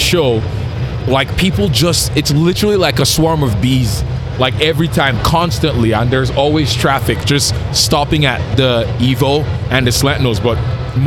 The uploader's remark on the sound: Driven Show Live. Live at the Driven Show Calgary.